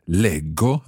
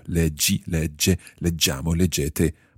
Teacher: Because in both those parts, the j of the infinitive, leggere, becomes a hard g sound · Shown in: first take